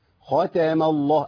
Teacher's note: لام اسم الجلاله في كلمه الله مفخمه، ليه؟ لان الميم مفتوحه قبلها